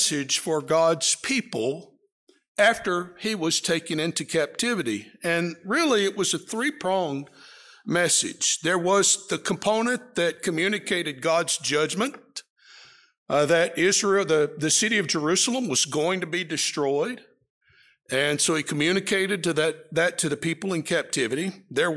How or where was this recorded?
large echoing room